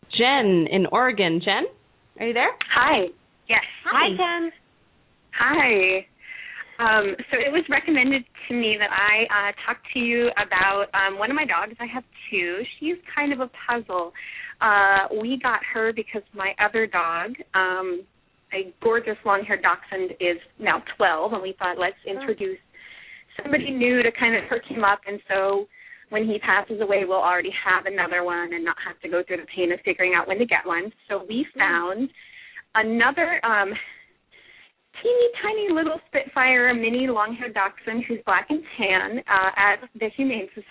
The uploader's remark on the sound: open up the lines for listeners to call